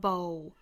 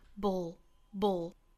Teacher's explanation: 舌尖抵住上齿龈发这个舌侧音的同时嘴唇去爆破 · Shown in: second take